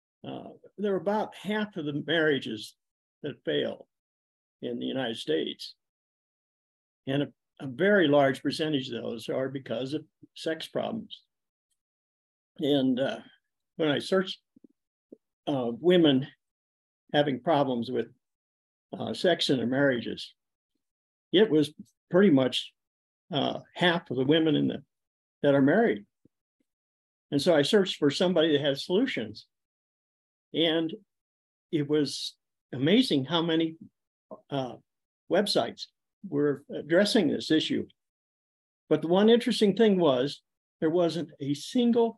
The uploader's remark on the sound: On the final day of our latest Wanting It More round, I gathered all the wonderful husbands and wives together for a warm farewell Zoom call.